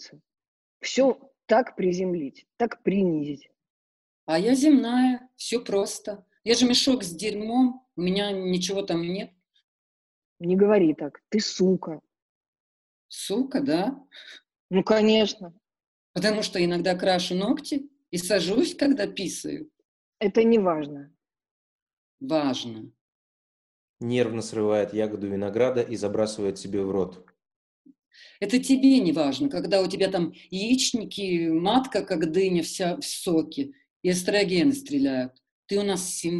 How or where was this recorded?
video call